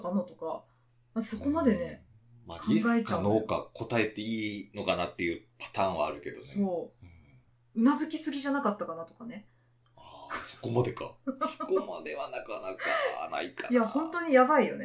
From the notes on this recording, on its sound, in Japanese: ポットキャストを始めるにあたり始めて収録しました。初収録にあたりお聴きづらいと思います。